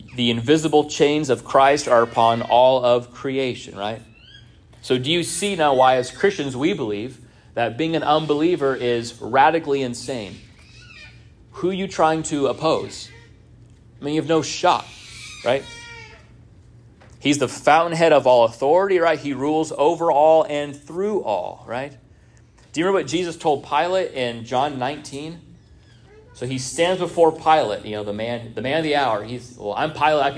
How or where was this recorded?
large echoing room